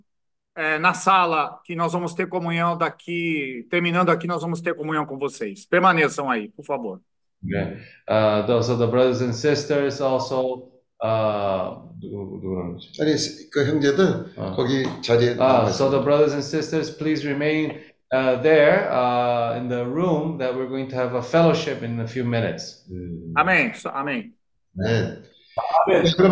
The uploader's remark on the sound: zoom meeting